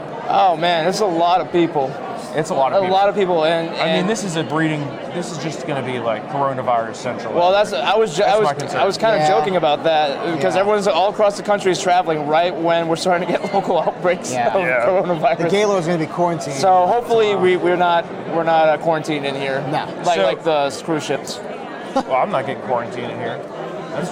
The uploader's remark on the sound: Live From CPAC